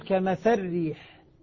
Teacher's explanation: اللام ذهبت وذهبت حركتها